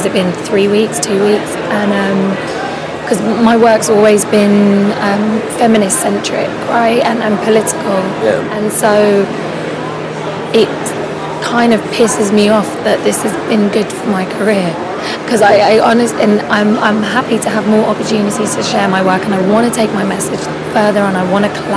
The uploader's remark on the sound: Live from Untitled Art Fair